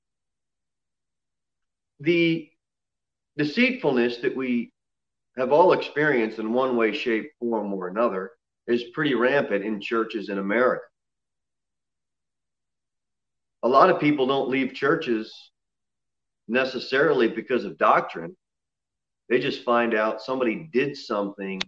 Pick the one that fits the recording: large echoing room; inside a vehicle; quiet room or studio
large echoing room